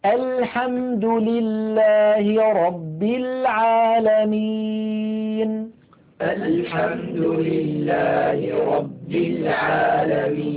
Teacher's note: اللام من أدنى حافة اللسان إلى منتهى حافة اللسان من الجهتين. · Term: مخرج حرف اللام